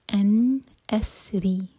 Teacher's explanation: إلى موسى أن أسري، أن نون پر اظہار، نون کی ساؤنڈ کو کلیئر پڑھیں گے، نہ جھٹکا ہوگا اور نہ ہی اس کو ہولڈ کریں گے. أن أسري، را کے نیچے کسرا تو را باریک.